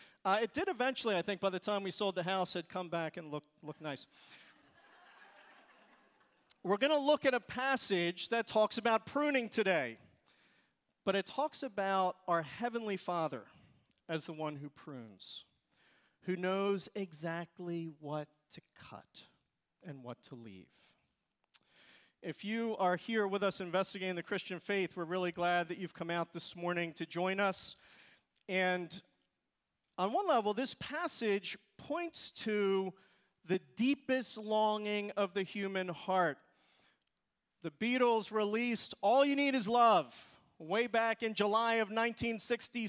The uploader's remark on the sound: Recorded service from July 30, 2023.